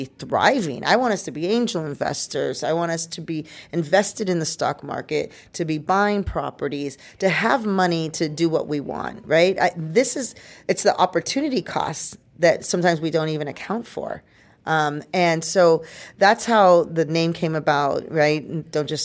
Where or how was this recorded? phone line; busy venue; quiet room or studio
busy venue